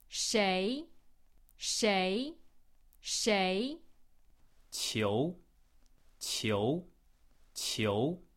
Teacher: The second tone starts around the middle of your range, then goes up high very quickly.